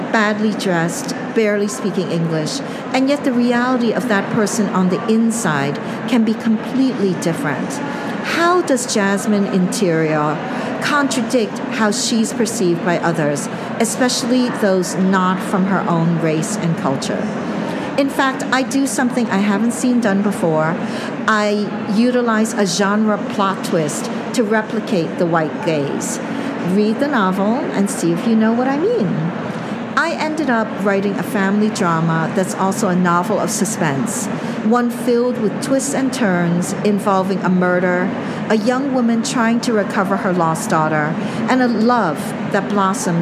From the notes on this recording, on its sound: LIVE from ALA 2023! LIVE from the ALA 2023 show floor.